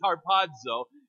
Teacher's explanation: Now, you heard me say a D in there, that the Z that's there has a D sound to it in Greek · And so there's a little guttural sound in the H.